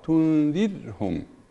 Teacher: الراء الثانية تنذرهم ساكن وما قبلها مكسور، فلهنا ترقق الراء